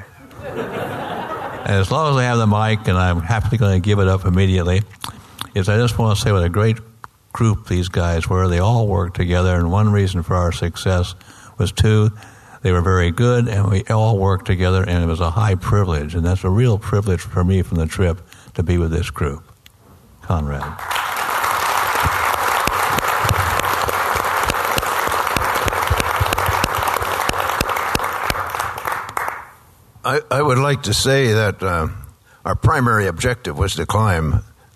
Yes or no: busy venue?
yes